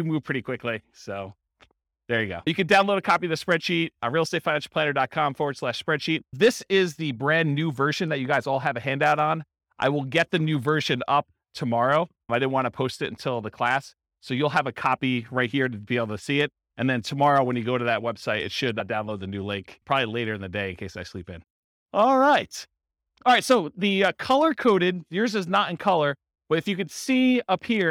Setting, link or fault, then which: setting, live audience